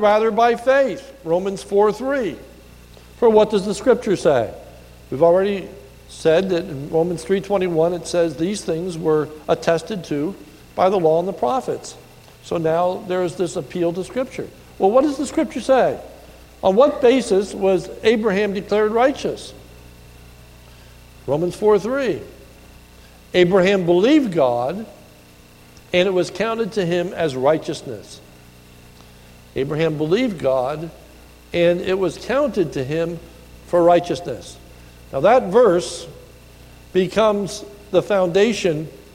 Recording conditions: large echoing room